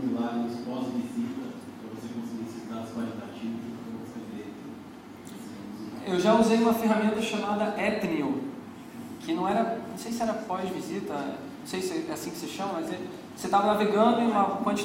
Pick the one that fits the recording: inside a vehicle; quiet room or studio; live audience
live audience